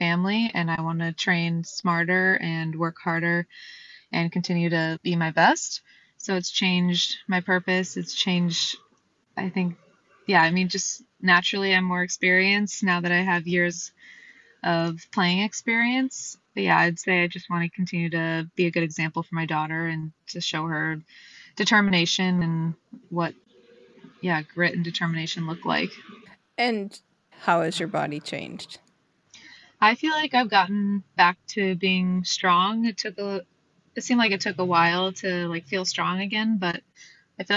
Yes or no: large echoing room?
no